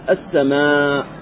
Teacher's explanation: وهذه الألف قبلها فتحة معروف أنها حرف مد، وبعده همزة فهو زائد على حركتين، فجعلوا فوقه علامة المد السماء، نعرف أنه هذا يمد أكثر